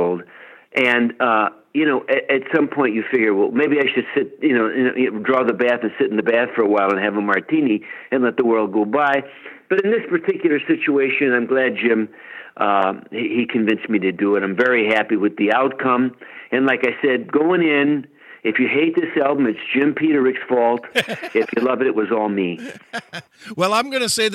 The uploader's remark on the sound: called